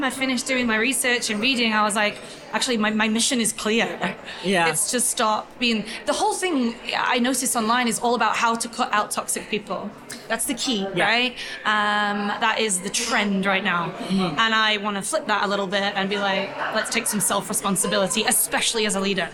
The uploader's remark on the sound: Live From The Salon Owners Summit 2023. Shortly after her main stage presentation.